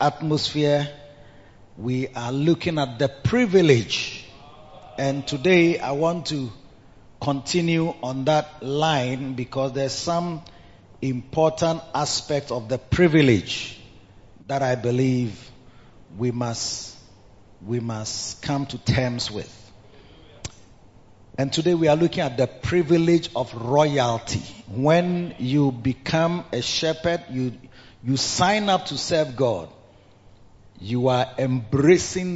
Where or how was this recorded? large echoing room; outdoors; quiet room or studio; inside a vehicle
large echoing room